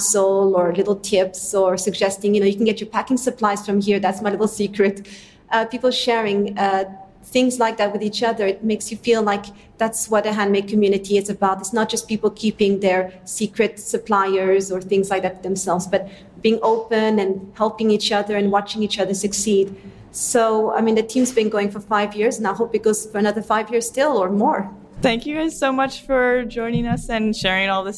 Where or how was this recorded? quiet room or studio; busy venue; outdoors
busy venue